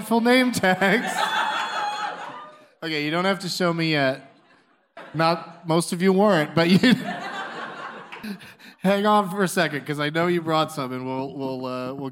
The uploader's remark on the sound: Live from the Improv in Tempe